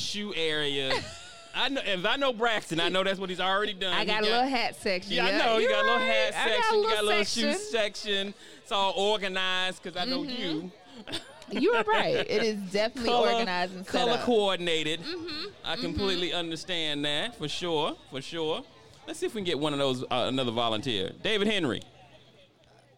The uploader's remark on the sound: recorded this podcast LIVE from The Race Expo 2021 in Atlanta Georgia